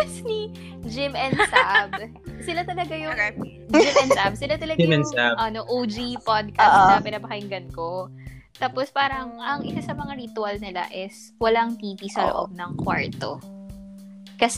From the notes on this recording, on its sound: we've encountered some technical difficulty